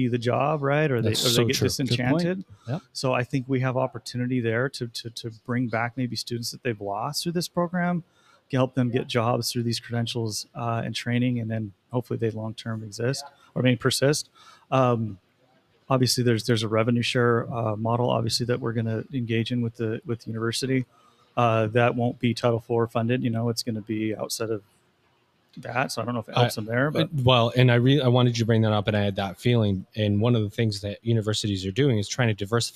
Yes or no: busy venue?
yes